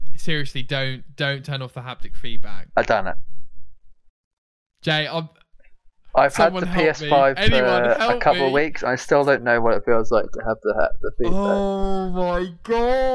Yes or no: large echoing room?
no